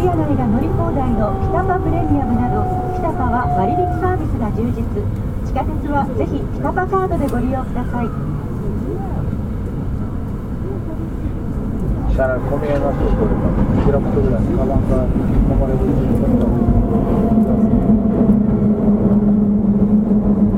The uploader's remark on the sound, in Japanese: 北大阪急行電鉄の8000系電車の走行音です。大阪市営地下鉄御堂筋線内で収録しました。区間は、動物園前から新大阪までです。